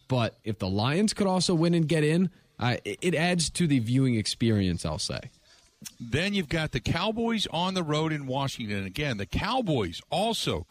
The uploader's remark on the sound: live at The Mecca in the Deer District